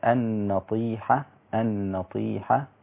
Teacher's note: فقط كلمة النطيحة الطاء هنا إذا كانت مكسورة بيقل درجة تفخيمها وتبقى في أدنى مراتب التفخيم النطيحة النطيحة هكذا.